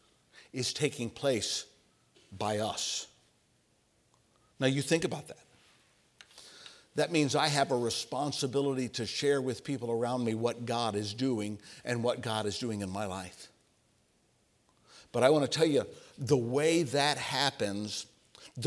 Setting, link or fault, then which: setting, large echoing room